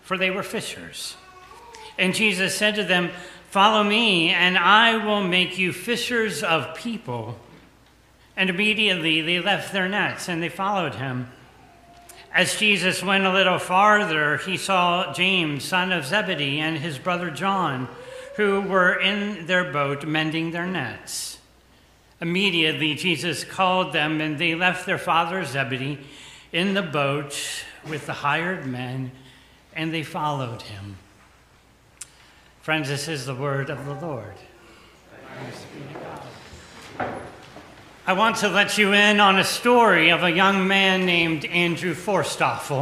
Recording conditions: large echoing room